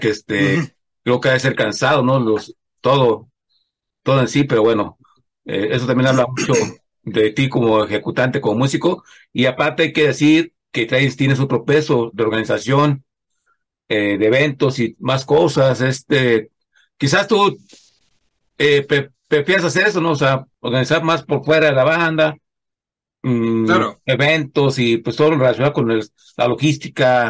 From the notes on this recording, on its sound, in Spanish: Charlamos via zoom.